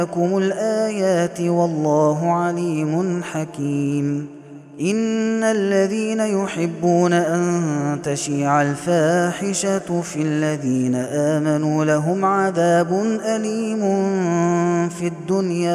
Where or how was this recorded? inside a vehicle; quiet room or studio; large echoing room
large echoing room